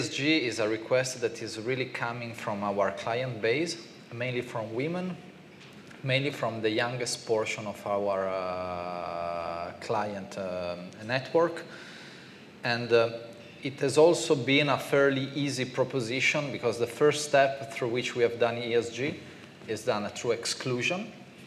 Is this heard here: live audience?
yes